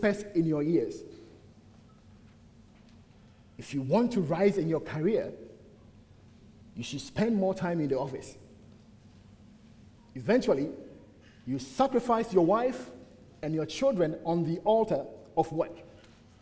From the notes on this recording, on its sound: At the United Christian Church of Dubai.